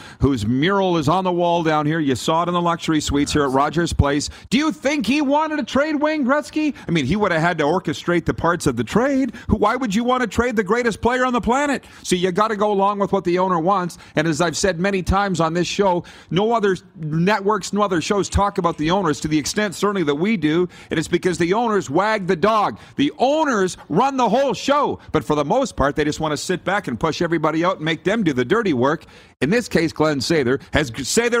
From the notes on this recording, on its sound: LIVE From Rogers Place in Edmonton. We are LIVE from inside Rogers Place in Edmonton, Alberta... Site of the 2022 World Junior (2.0) championships!